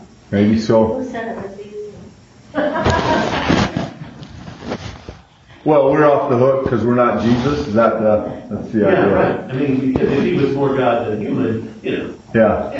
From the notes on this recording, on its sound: We apologize in advance for the poor recording quality, we expect to have our equipment malfunction corrected for the next episode.